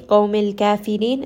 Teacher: ra in this case is going to be light